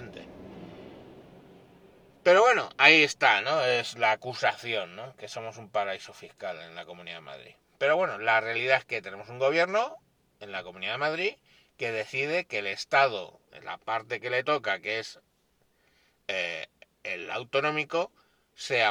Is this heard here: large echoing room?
no